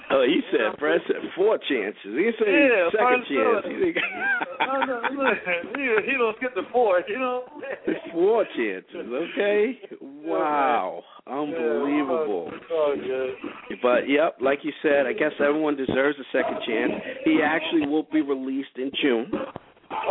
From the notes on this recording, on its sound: calling in Live from Phase 365